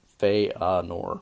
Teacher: Feanor, again, that F-E and then the A. The E-A is not a diphthong, so it's Feanor.